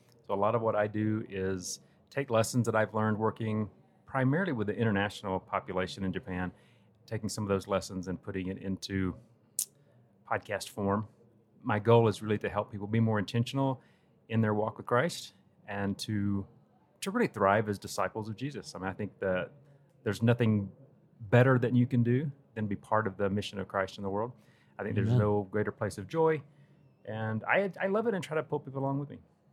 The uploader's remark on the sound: Podcast Movement 2023. Recorded live at the event.